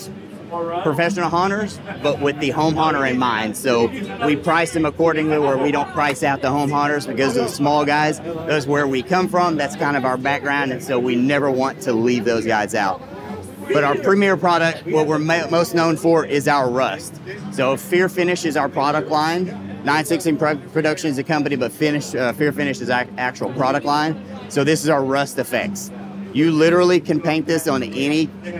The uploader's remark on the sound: This episode was recorded live during Transworld.